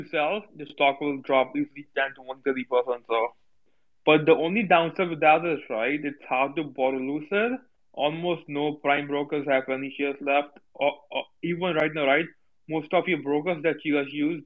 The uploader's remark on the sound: Today’s recorded Twitter spaces is from our weekly Rippers Power Hour